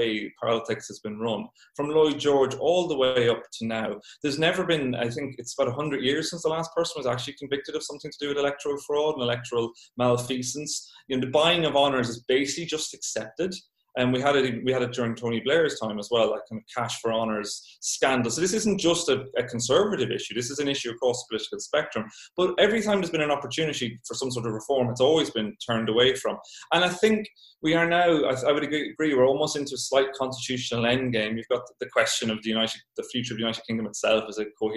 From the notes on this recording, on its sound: This talk was recorded at the online 5x15 event on 5th August 2020.